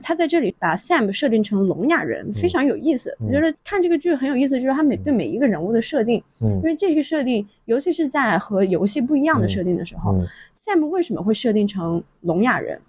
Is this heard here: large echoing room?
no